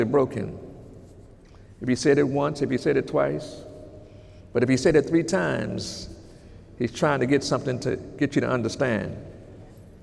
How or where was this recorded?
large echoing room